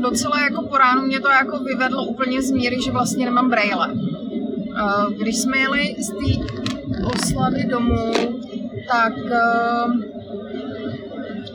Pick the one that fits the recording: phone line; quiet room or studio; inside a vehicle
inside a vehicle